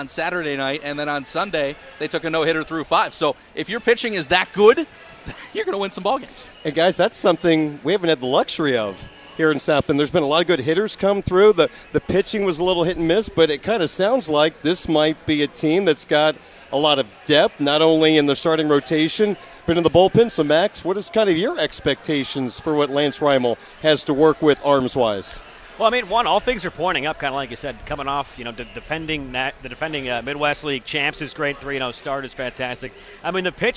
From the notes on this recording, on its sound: Budweiser Sportsbeat is live at Four Winds Field for South Bend Cubs' Opening Night.